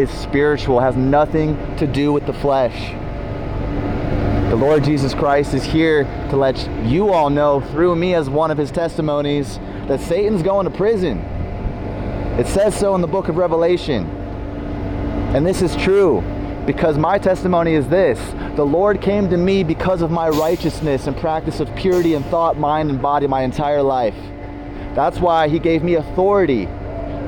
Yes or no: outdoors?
yes